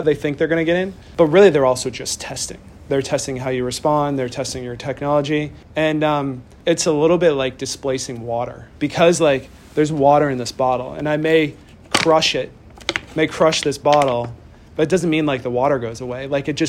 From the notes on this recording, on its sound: Speaking to a group of state security leaders. This entire session is driven by audience questions, and you may hear one that you’d have asked were you there.